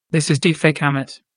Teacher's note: You can tell this is not the real me because the intonation is very flat and unemotional.